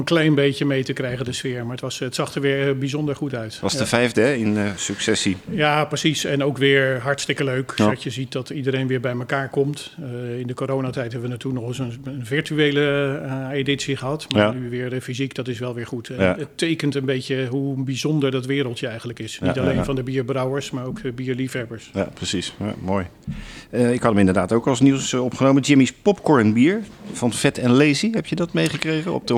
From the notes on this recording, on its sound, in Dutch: Eigenaar/brouwer van de Leidsche Bierbrouwerij in Leiden. Live opgenomen in de dit jaar 20-jarige brouwerij.